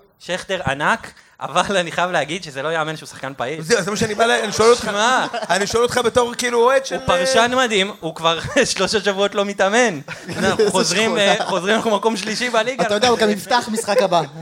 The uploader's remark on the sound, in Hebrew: הפרק שהוקלט מול קהל במהלך מסיבת המונדיאל הראשונה של ציון 3 – אנחנו שיכורים, סורי.